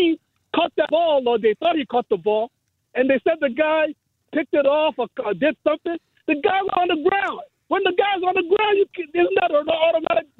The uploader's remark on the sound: fans call in to give their thoughts as well